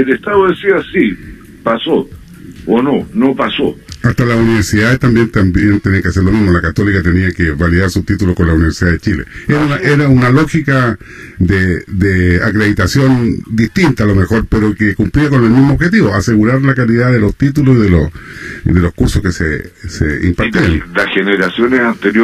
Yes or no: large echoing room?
no